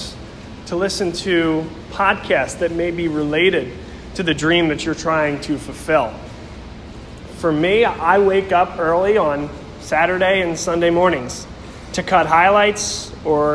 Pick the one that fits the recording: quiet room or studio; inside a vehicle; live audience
live audience